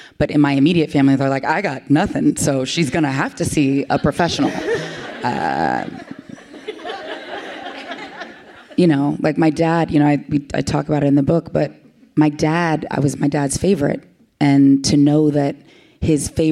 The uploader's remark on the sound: live audience recording